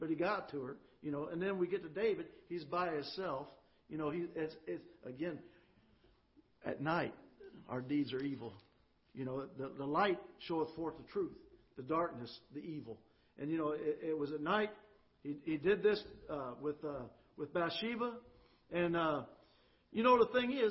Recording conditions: large echoing room